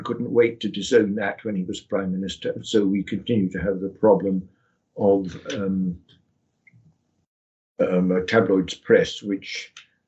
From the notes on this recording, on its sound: The interview was recorded online